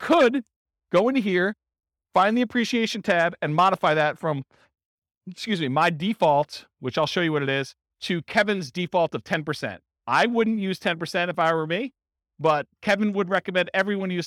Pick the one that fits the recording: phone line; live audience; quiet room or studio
live audience